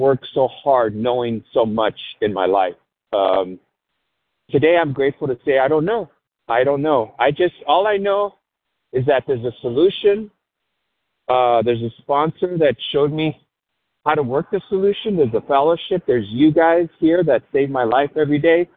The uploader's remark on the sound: 100 Pounders Phone Meeting